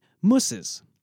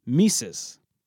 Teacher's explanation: The original oo sound, which occurs in the back of the mouth, shifted to an e sound, which occurs in the front of the mouth, thus placing it closer to the short I sound that occurs in the is suffix. · Term: Germanic umlaut